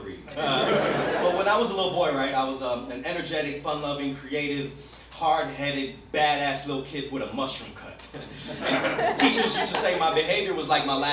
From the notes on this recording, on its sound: performs live at Storyfort 2017.